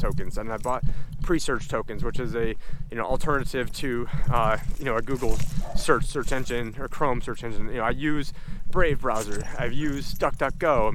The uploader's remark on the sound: On this walk and talk